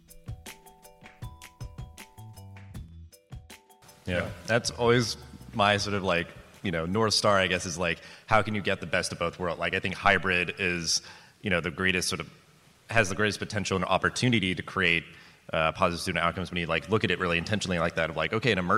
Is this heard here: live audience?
yes